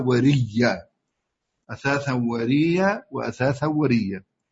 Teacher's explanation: بإدغام الياء الأولى في الياء الثانية فتصير ياء مشددة